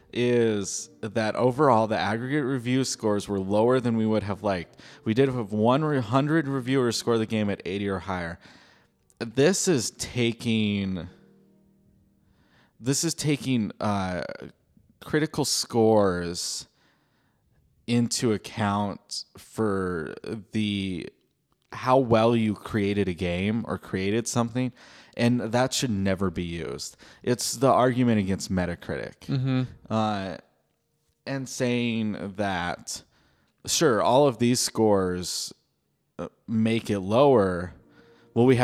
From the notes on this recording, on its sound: We found a little corner in a church to record our weekly podcast